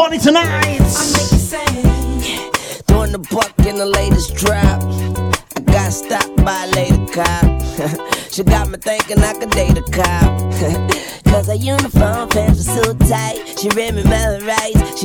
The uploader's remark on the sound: Live Recording